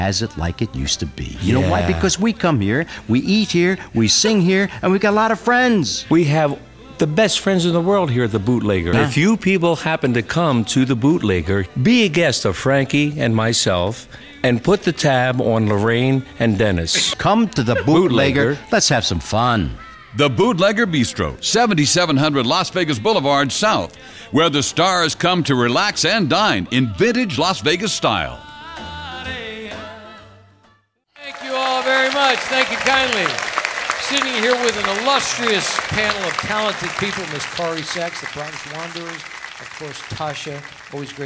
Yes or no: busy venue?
yes